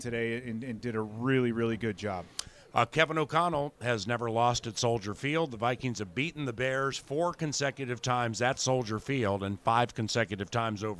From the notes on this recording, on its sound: spoke to the media at the postgame press conference